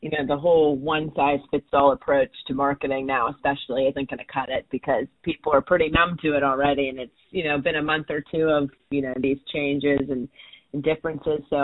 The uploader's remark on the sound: a quick phone interview